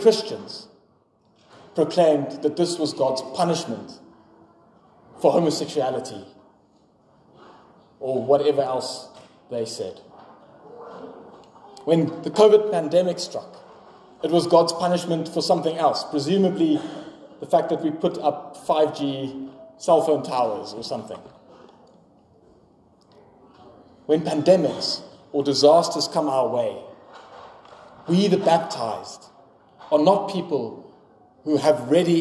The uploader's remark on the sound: Sermon preached on 18 February 2024 at Pinelands Gemeente.